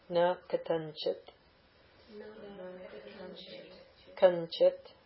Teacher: Anuswara will often take in pronunciation the nasal of the following letter, which would be nya katanchit.